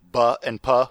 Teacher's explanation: They only differ in terms of voicing. · Term: minimal pair